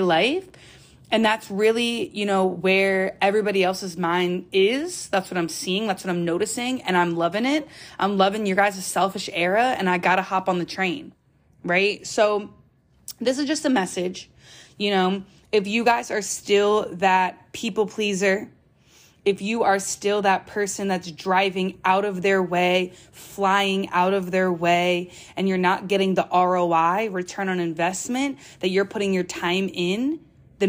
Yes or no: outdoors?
no